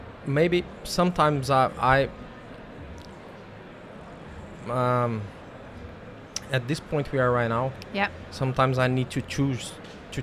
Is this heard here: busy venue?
yes